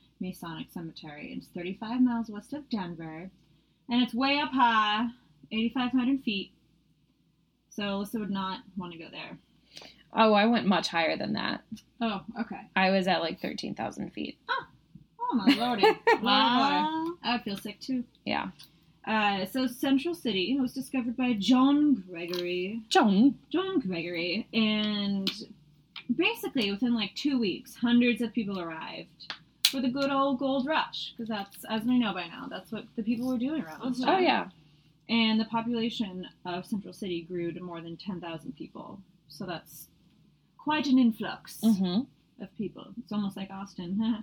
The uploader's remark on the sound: We had a few audio issues this week - apologies in advance!